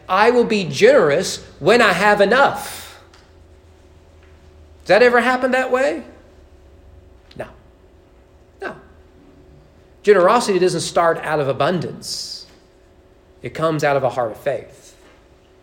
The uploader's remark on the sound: Sermon preached at East Frankfort Baptist Church